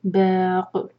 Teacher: باق، یہاں رکیں گے تو قاف کو سکون دیں گے تو قلقلہ کریں گے. اور با، چار حرکہ لمبا، مد عارض لسکون